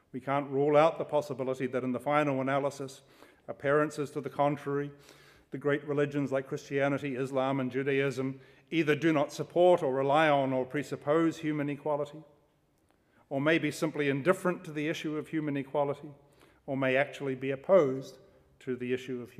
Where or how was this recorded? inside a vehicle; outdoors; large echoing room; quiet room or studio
large echoing room